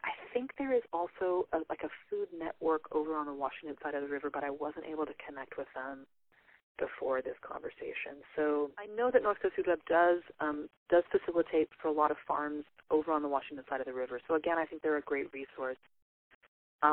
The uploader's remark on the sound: over the phone